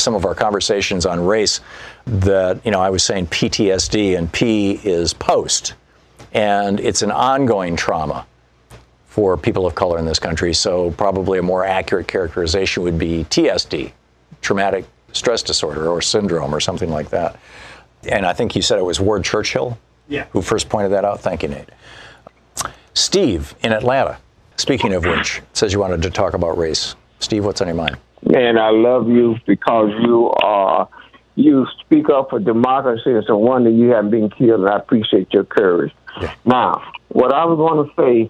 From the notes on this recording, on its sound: Listeners call